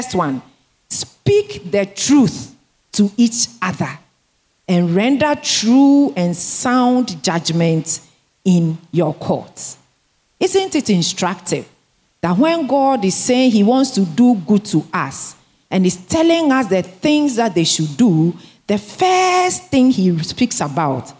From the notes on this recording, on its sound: Sermon preached at CBC Shiashie Campus